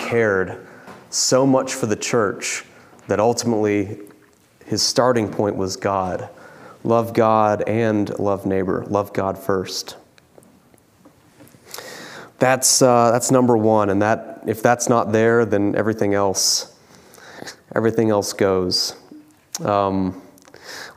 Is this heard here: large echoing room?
yes